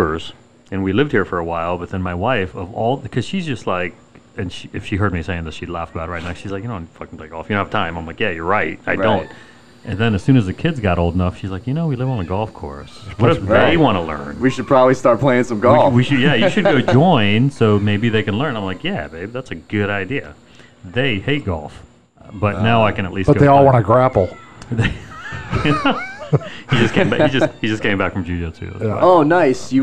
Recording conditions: sounds in the background